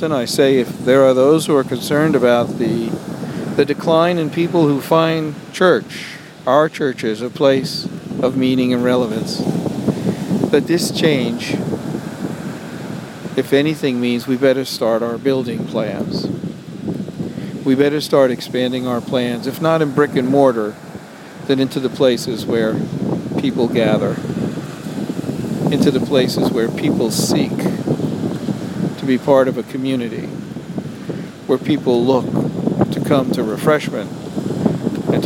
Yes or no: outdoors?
yes